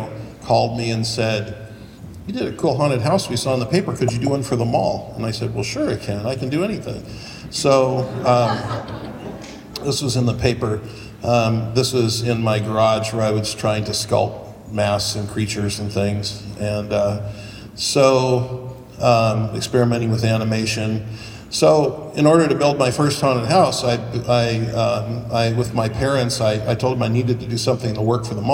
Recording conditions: live audience